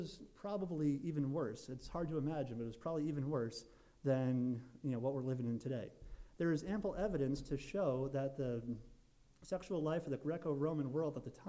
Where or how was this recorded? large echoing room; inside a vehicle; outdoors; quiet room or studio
large echoing room